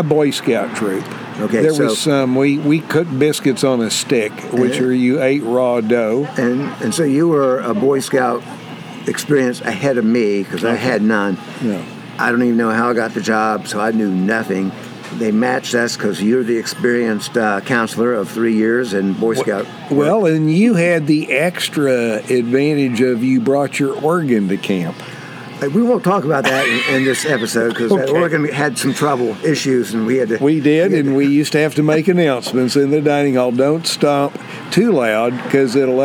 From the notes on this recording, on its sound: Sat outdoors on a nice spring day and shot the breeze in the breeze. This episode was recorded at Green River Barbecue in Saluda, NC and we were just playing around.